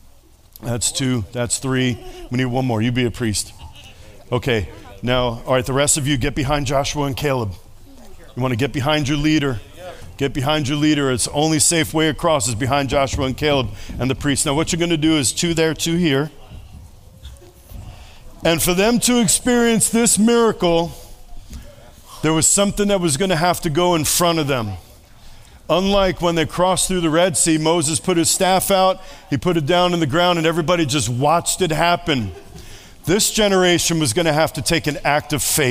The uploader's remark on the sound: Sunday Service. This Sunday’s message was preached to an audience who sat at tables, and there was lots of audience participation from all who gathered.